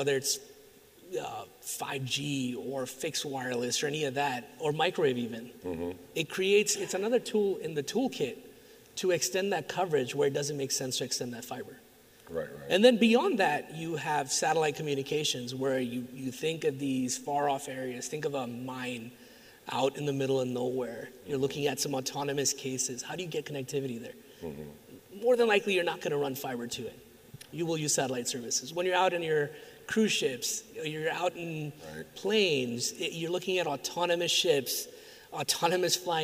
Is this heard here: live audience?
yes